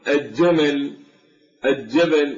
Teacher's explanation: يجعلون الجيم من الحروف الشمسية ولكن هي في الحقيقة من الحروف القمرية، وهذا خطأ شائع باللهجة العراقية